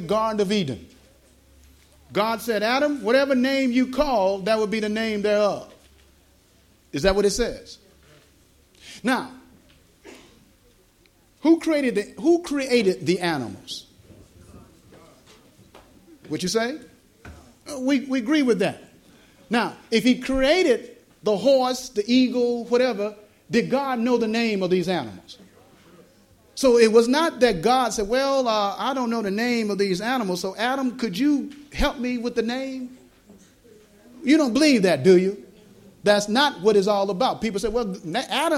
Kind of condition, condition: setting, live audience